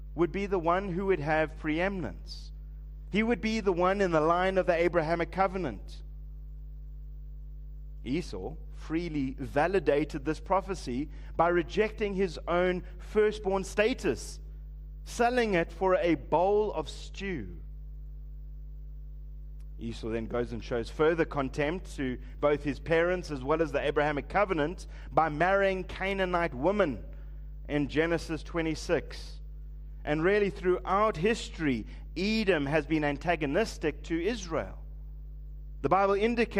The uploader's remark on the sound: Preached at Living Stone Bible Church, on the 31st of December 2023